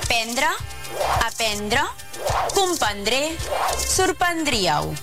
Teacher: és habitual no pronunciar la primera R del verb prendre i derivats en les formes d'infinitiu, futur i condicional.